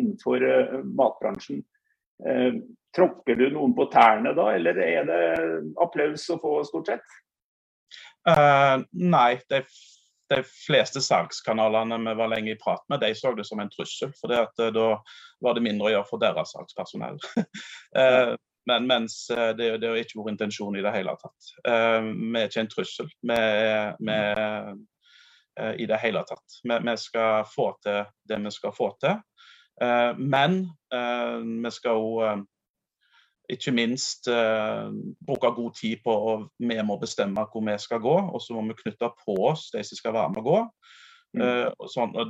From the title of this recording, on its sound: Live Zoom